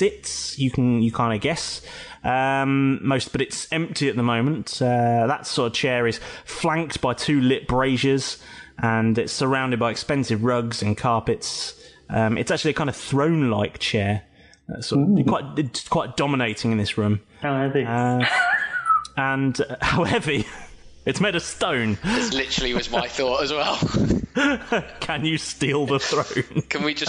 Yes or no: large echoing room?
no